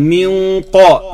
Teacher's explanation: هنا تكون الغنة مفخمة لأنه بعدها حرف استعلاء